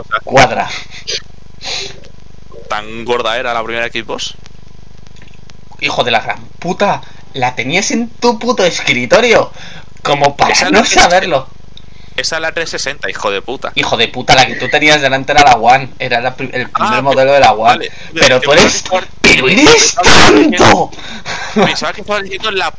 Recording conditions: poor sound quality